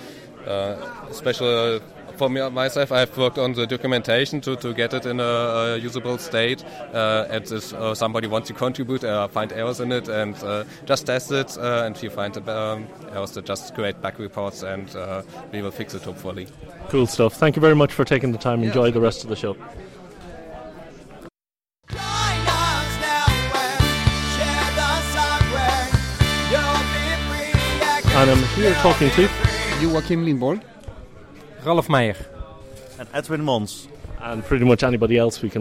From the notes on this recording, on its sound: The following are a series of interviews recorded at FOSDEM 2014.